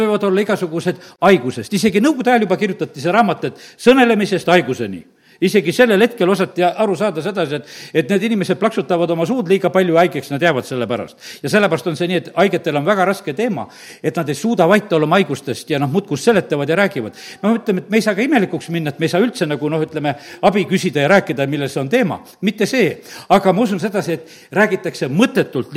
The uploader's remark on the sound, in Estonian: Audio salvestus koosolekult